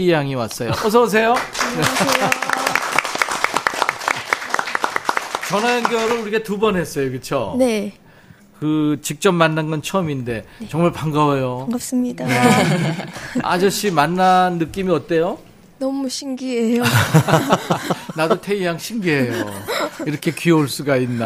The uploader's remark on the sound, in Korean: 3주년 특집 공개방송